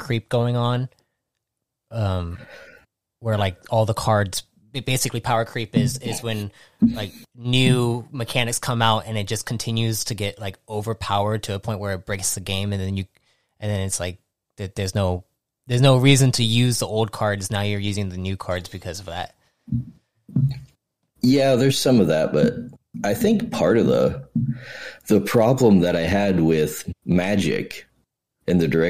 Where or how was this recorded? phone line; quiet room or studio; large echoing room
quiet room or studio